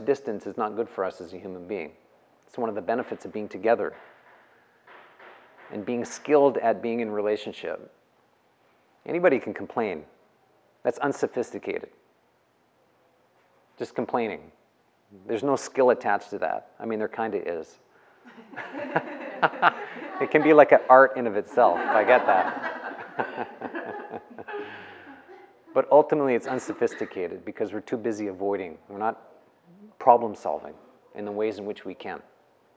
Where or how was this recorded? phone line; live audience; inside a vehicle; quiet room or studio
live audience